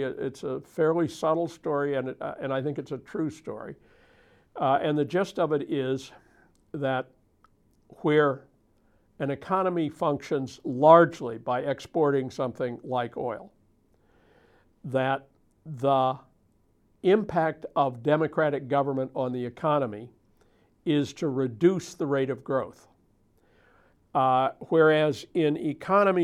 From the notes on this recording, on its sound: In a videotaped lecture